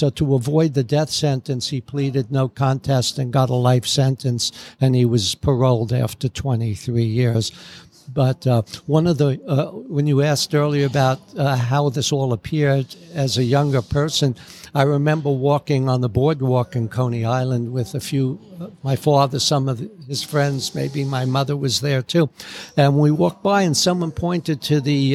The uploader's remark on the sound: Recording from The Lemon Tree Café & Market in Las Vegas